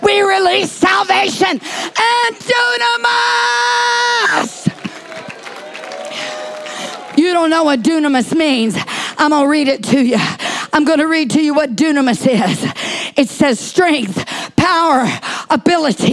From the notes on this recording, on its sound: Preached at Deep Calleth Deep Conference 2023, 7 Dec Morning service